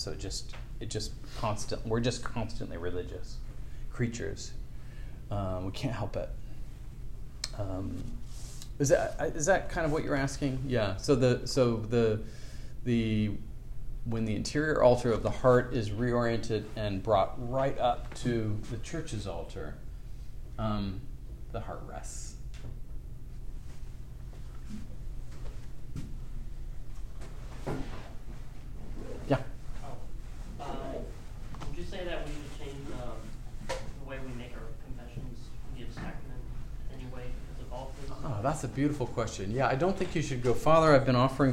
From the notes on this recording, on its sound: This lecture was given on October 16th, 2023, at The College of William and Mary.